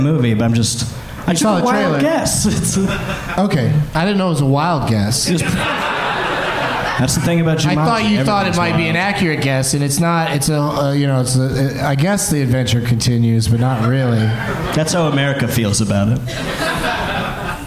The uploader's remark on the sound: Live from The Secret Group in Houston